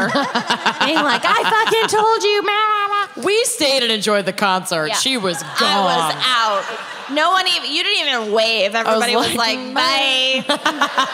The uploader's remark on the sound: Music Fest Mishaps (Austin LIVE).